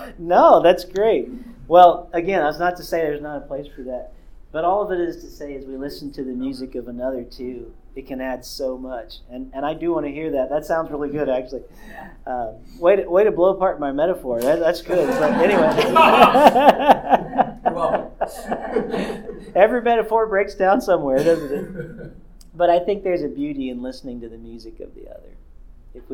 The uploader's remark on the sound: This episode was recorded live on 01/28/2023 at the Worship 424 Conference at Cedarville University.